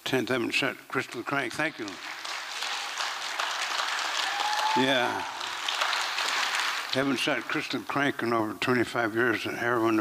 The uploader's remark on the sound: 2023 FPG-Liberty Theatre-Saturday Night-Third Set. This recording was made on Saturday, February 25th, 2023, at the Liberty Theatre in Astoria, OR as part of the FisherPoetry Archive Project.